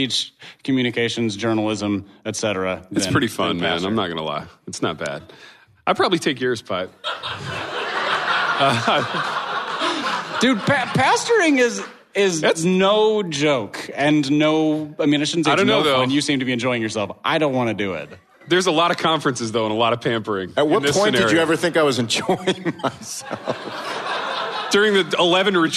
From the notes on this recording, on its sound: LIVE and in person at a hipster church in East Louisville. Enjoy this delightful interaction with listeners.